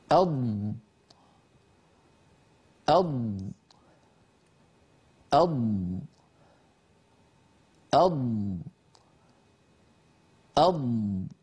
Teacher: هل سمعتم صوت الضاد وأنه يمتد لأنها حرف رخو؟ وأيضا اللسان يتقدم إلى الأمام ويربو الهواء، يربو الصوت المحبوس والمحجوز خلف اللسان فيستطيل صوته، بمعنى يصير أطول.